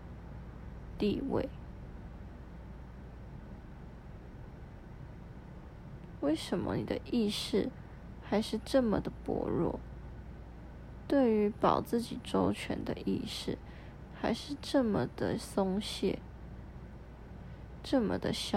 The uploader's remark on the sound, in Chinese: 先說這是一段很臨時的錄音。我趴在床上準備睡覺。於是我翻身拿起手機，開啟語音備忘錄，在一片靜默的黑夜中，閉著眼半朦朧的狀態下錄音。